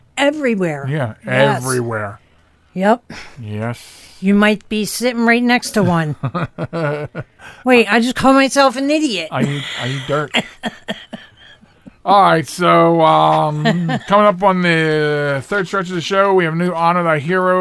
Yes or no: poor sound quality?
no